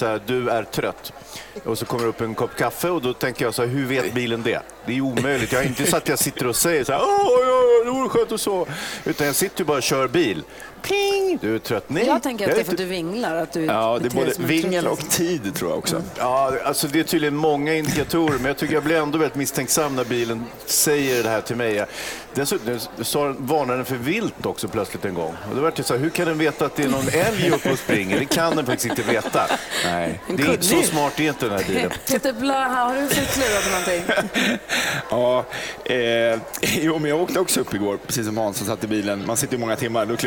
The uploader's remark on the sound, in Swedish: Fjällkalaset är i full gång och vi sänder live från Sälen bl.